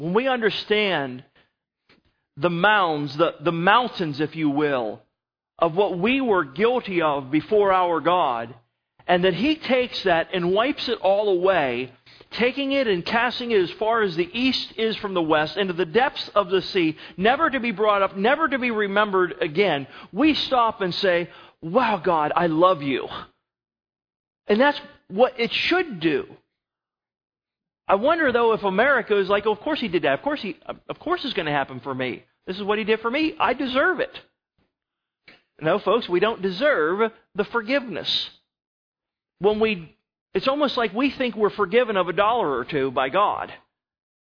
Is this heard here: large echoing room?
yes